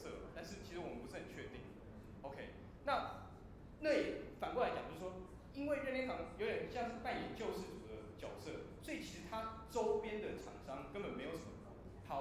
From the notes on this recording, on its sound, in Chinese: 應台北千禧扶輪社邀請演講。做媽的我親自錄音下來分享給大家。